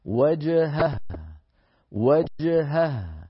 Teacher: نبين الهائين بلطف من غير تعسف